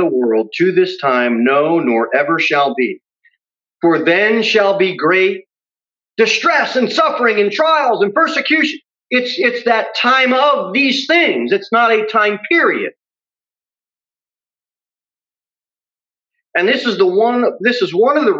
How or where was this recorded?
large echoing room